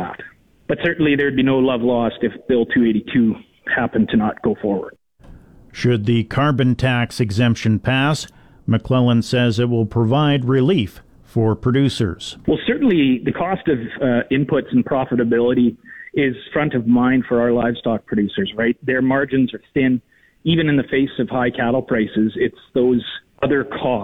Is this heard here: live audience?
no